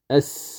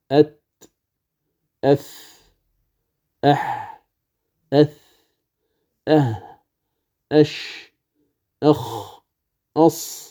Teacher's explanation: هذه حروف عند النطق بها يلاحظ القارئ أن فيها نفسا يخرج، يعني هواء يخرج. فلاح عندما تقول أس يجري معها النفس، أك هذا نفس، أت أف أح أث أه أش أخ أص، إذن هذا نفس يخرج مع هذه الحروف. · Term: الهمس